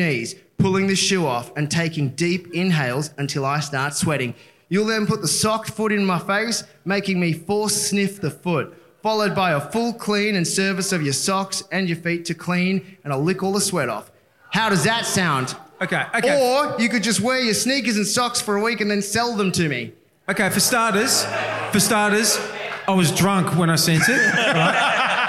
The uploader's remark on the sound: LIVE at Grapes of Mirth